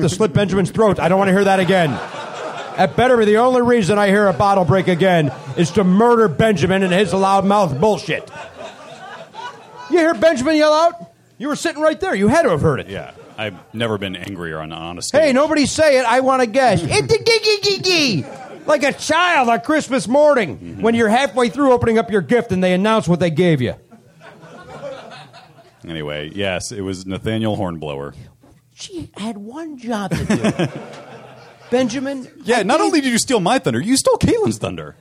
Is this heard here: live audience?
yes